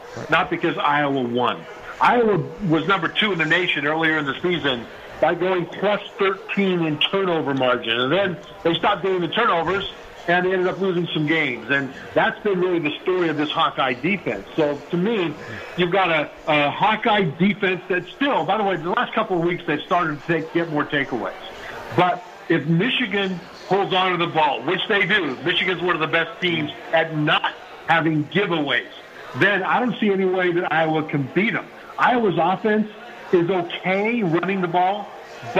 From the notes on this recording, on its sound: Live from The Cosmopolitan of Las Vegas